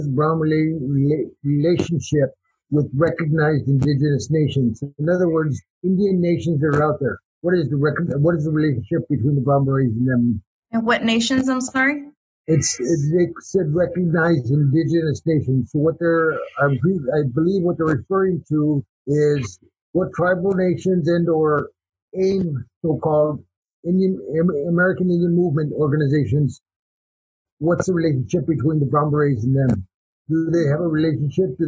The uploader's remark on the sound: a recording made May 14, 2020 in a Zoom/Facebook live webinar